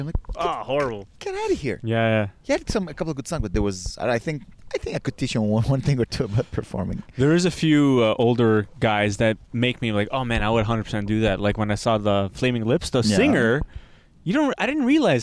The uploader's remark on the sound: We record in a cemetery this week.